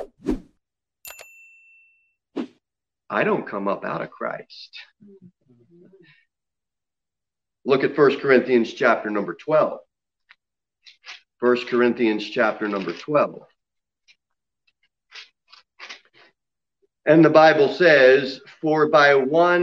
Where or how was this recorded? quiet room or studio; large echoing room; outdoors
large echoing room